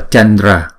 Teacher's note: bởi vì chữ D là chúng ta đọc bằng phần răng, thì cái Anuswara này phải chuyển thành chữ N